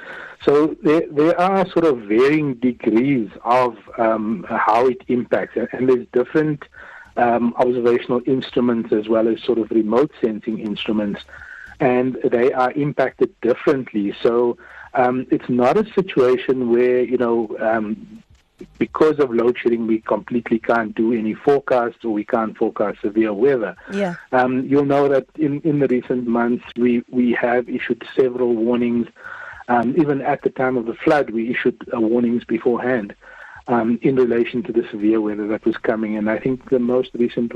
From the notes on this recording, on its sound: Decided to phone SA Weather Services CEO.